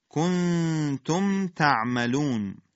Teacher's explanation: اخفاء نون در تا مع الغنه، تعملون هم عین به میم نمیچسبه و عین با حالت بعبعه و حالت استفال خودش قرائت میشه.